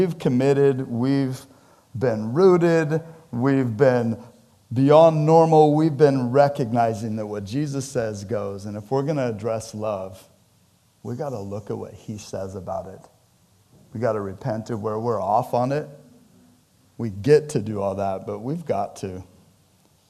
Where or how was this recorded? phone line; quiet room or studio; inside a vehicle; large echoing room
large echoing room